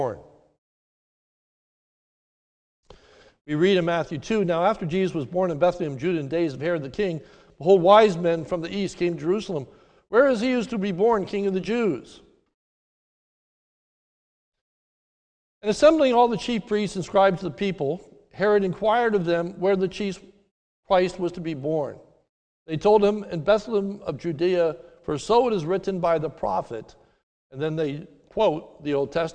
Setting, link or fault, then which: setting, large echoing room